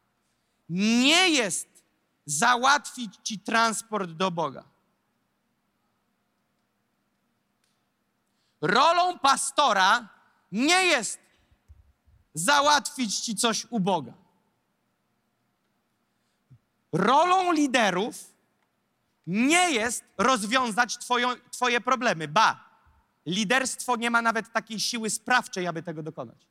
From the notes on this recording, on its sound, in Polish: zostało nagrane podczas nabożeństwa NOF Church 23.